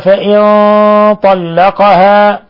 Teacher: نون ساكنة جاء بعدها الطاء، الحكم التجويدي إخفاء حقيقي